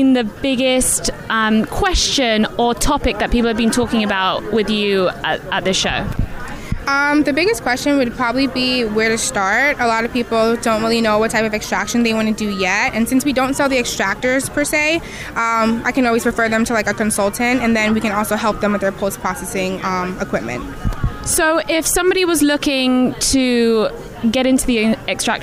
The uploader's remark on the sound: From The 2019 USCC Expo